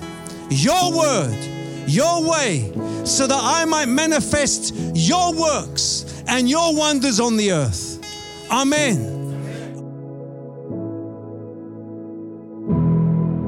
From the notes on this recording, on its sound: Preaching at Oasis Church, Watford, England.